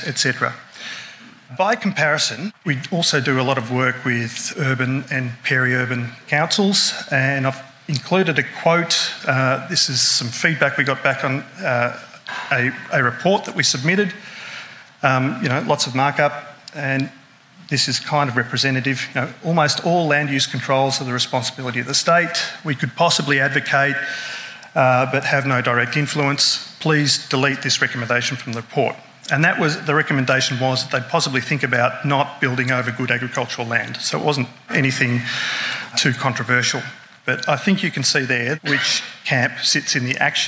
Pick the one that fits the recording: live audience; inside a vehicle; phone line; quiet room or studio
live audience